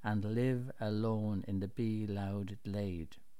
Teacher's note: There's also assonance in line 3 between the words I and hive. In line 4, there's a good example of alliteration, where the soft L sound is repeated 4 times